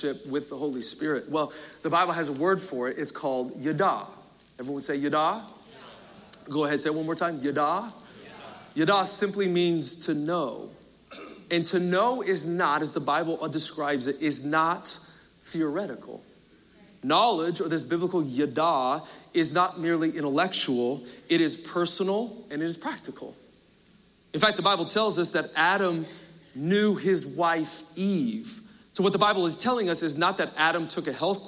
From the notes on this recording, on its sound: Recorded Live at Capital Church in Meridian, Idaho